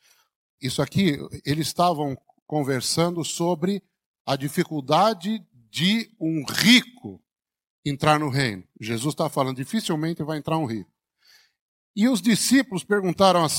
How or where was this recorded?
large echoing room